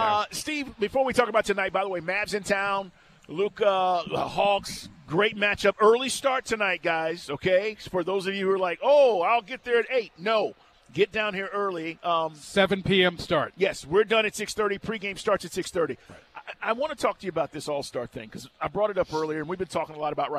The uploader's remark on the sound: live at State Farm